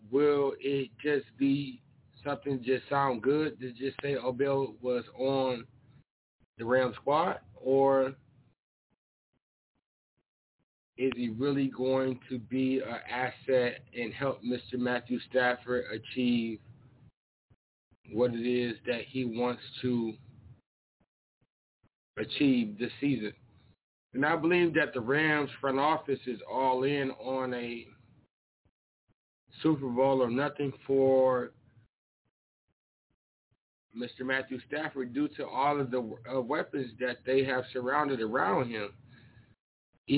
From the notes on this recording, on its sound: SportsTalkDT Live On iFM Sports Radio. The phone lines will be lit for these interviews!